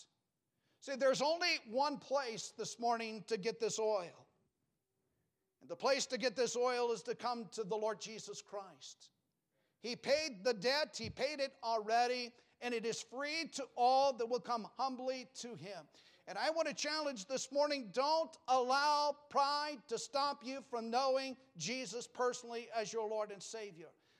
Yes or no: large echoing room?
yes